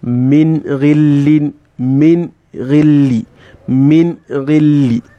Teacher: It is min ghilli, because ghain is coming from your throat, like we said, it's coming from the upper part of your throat